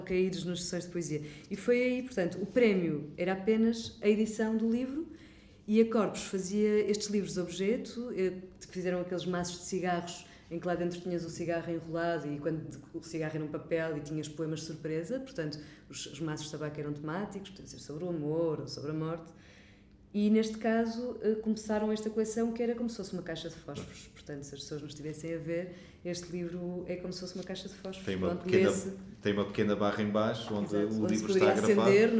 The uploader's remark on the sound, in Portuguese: numa conversa gravada nas Correntes d’Escritas